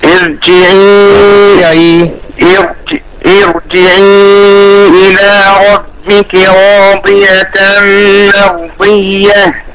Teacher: الراء هنا مفخمة لأن الكسرة بيها كسرة غير أصلية